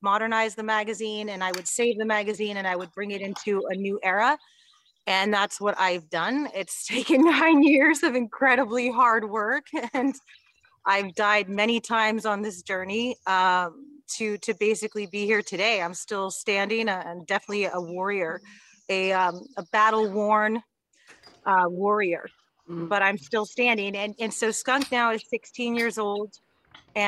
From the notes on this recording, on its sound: Recorded in New Braunfels, Texas via Zoom.